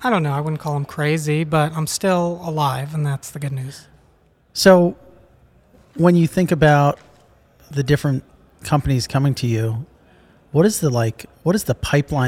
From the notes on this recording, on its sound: recorded at Messari Mainnet 2022